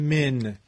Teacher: یک بار در باب صفات به عنوان صفت ویژه نون و میم، صفت ویژه ذاتی حرف نون و میم که به صورت معمولی که داره گفته میشه این بهره از غنه داره، صدای خیشومی · Term: صفت غنه